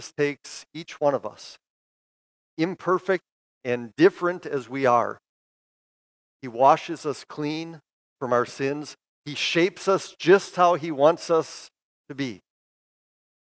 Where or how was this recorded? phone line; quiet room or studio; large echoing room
large echoing room